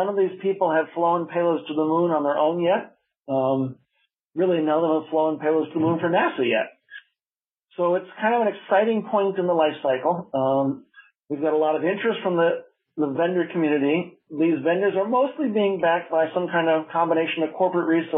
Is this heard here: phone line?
yes